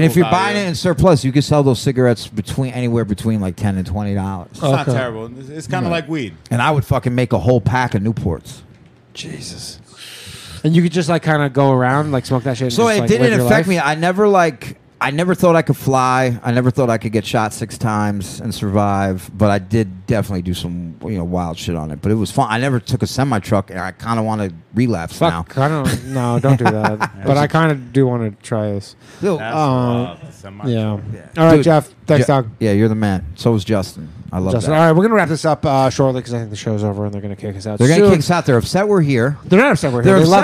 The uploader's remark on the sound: The Bathhouse is a live call-in show from the green room of The Stand Comedy Club, one of New York City's best comedy clubs.